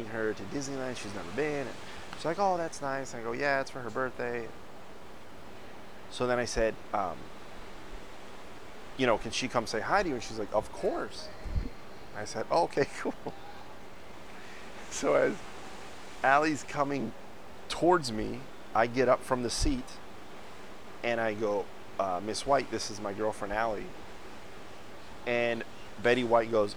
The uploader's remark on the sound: Live from KONA!!! I found a nice little spot to shoot the show. Forgive the wind it got bad a few times but that view.